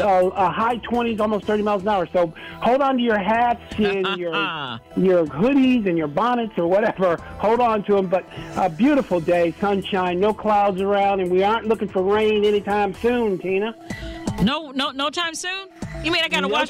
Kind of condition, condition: link, phone line